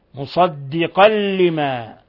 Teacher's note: تنوين فتح جاء بعده اللام، الحكم التجويدي إضغام بغير غنة